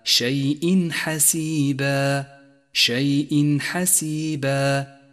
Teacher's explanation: جاء التنوين وبعده حرف الحاء، وهو حرف إظهار، والواجب هنا أن يظهر التنوين وأن يظهر حرف الحاء الذي بعده من دون غنة أو تشديد · Term: حكم الإظهار